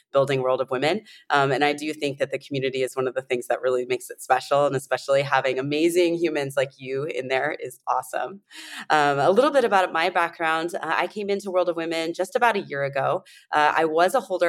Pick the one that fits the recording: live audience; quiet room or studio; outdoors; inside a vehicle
quiet room or studio